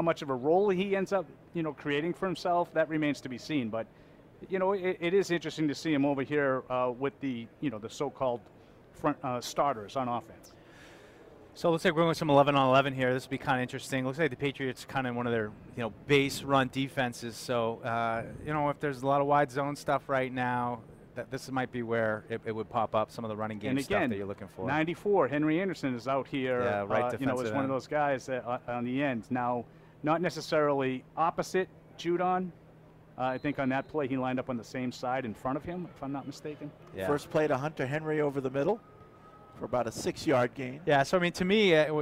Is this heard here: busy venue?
yes